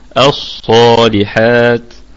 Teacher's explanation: الصاد في الدرج في أعلى درجات التفخيم، في أعلى درجات التفخيم لأنها مفتوحة وبعدها ألف